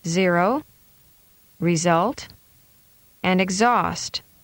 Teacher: This is a voiced sound. The tongue is placed just behind the upper front teeth. Air is continuously released between the tongue tip and the roof of the mouth, which, together with voicing, create a vocal hissing sound. · Term: Z sound